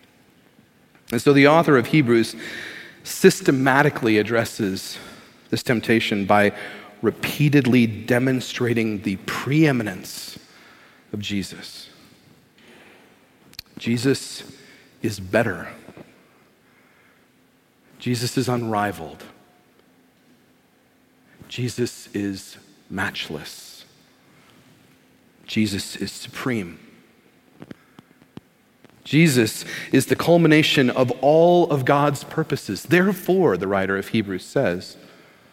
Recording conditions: large echoing room